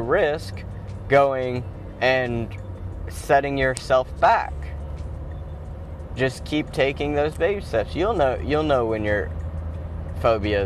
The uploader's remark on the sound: Driving to work